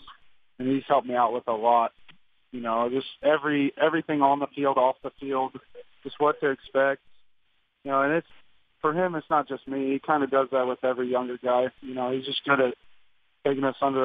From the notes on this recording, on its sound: called in to the Ben and Skin show